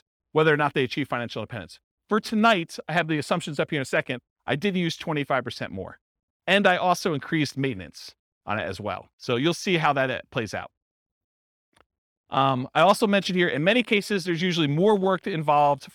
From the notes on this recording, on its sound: This was a live class recorded